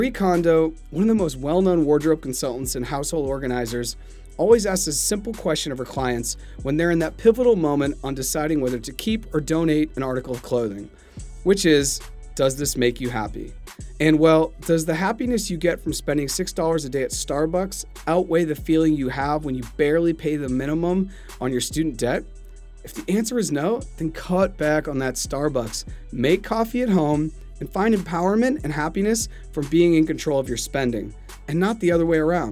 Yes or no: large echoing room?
no